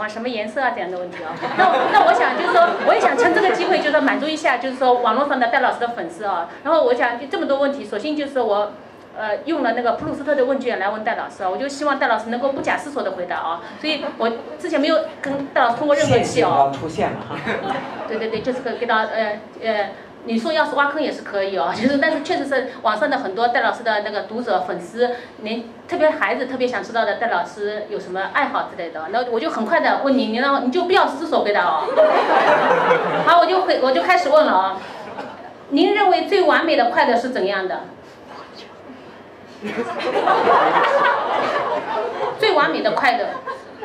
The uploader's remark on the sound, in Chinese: 巅峰对谈现场。据说有人因为没挤进现场在烈日下痛哭。